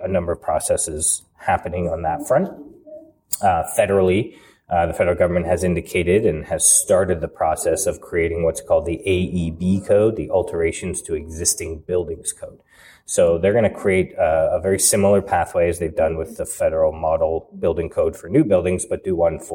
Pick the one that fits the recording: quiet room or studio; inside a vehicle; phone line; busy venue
busy venue